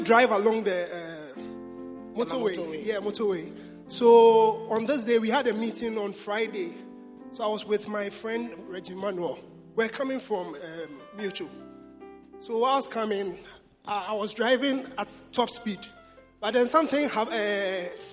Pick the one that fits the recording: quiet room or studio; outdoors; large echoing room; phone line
large echoing room